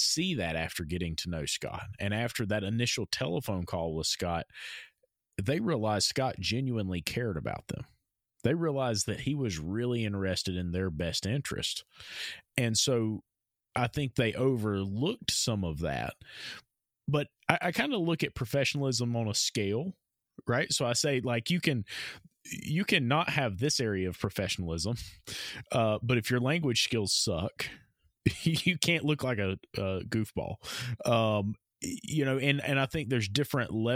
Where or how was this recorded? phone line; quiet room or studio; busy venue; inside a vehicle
quiet room or studio